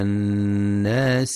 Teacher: ولغنة النون المشددة في الناس فهي أكمل ما تكون